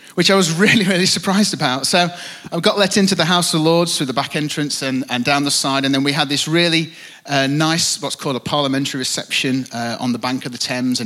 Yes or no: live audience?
yes